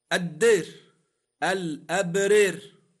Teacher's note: لاحظ أن كلمة الدار نطقتها بالإمالة كما قال ممال